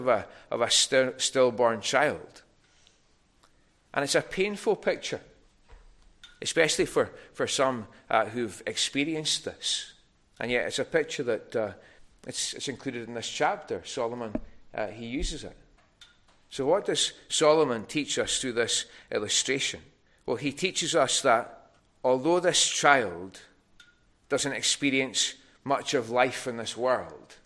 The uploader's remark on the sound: recorded at North Harris Free Church on the evening of Sunday, 18th February 2024.